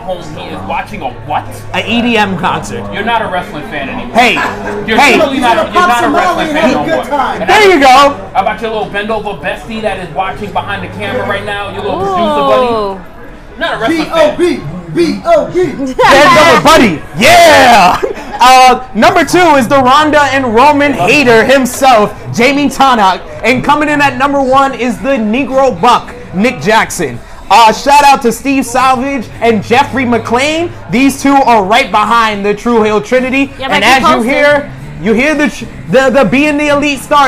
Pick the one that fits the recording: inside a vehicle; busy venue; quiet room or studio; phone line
busy venue